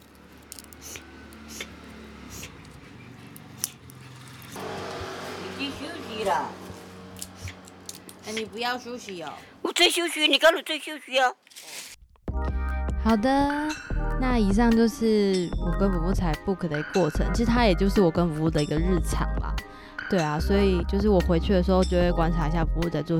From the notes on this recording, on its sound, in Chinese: Ubi行動錄音室，跟著我的行走節奏，藉由工作、旅行，走進不同的部落，蒐集部落在地的聲音。